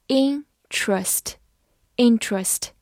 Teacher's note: T E R 中的 E 发音省略，所以 T R 读作 tr · IPA: [ˈɪntrəst; ˈɪntrest]